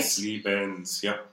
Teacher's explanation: the schwa in German ends up being more along the lines of the open e.